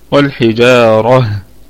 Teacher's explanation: الراء مفخمة في الوقف وفي الوصل